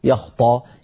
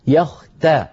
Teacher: فانتبه إلى أن لا تفخم التاء · Shown in: second take · Term: تاء مرققة